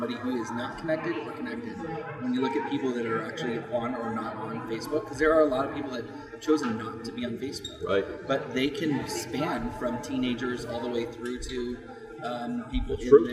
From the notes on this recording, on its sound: live at IBM InterConnect